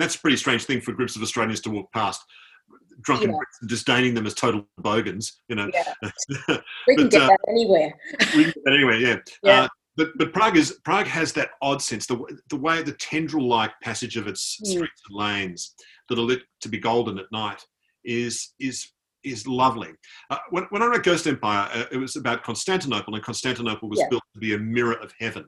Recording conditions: video call